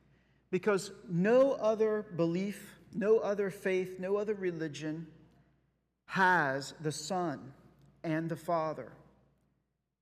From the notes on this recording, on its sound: Sunday Worship Service - Live stream.